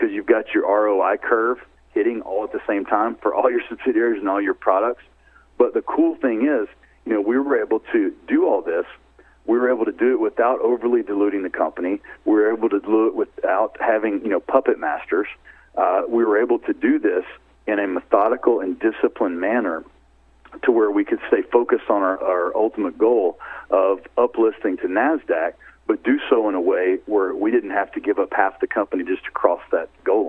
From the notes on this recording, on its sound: called in to SmallCapVoice